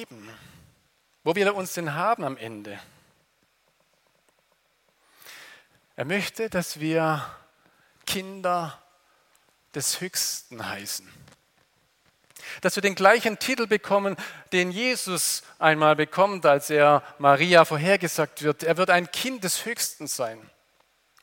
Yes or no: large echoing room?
yes